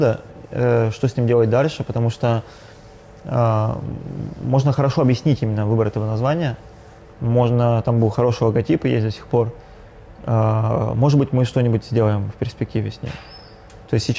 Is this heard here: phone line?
no